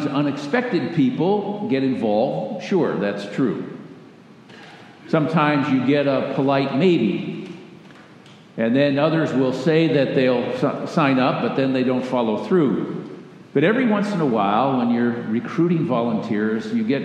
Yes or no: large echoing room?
yes